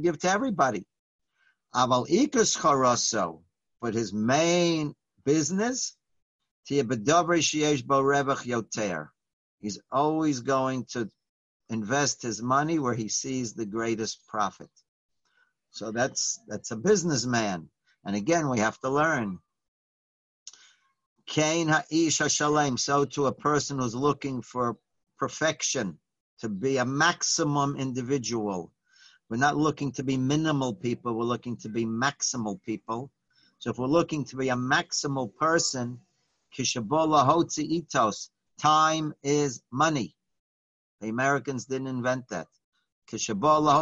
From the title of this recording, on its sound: Live On Zoom: 6-24-2020